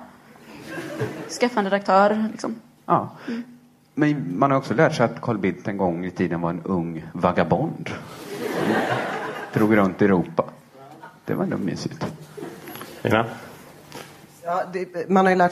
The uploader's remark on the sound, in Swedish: Detta avsnitt spelades in live inför publik på Folkets hus i Göteborg i samarbete med ABF.